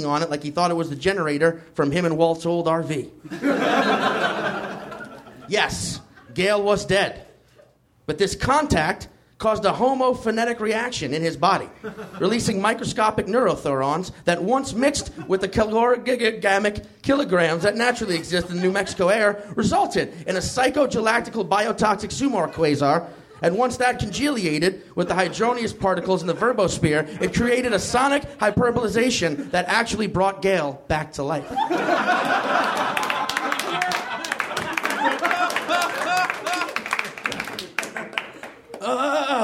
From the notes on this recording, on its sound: Recorded at the Nerdmelt Theater, July 15, 2013.